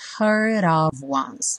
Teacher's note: Aqui a gente liga o heard no of, e o D do heard virou rarara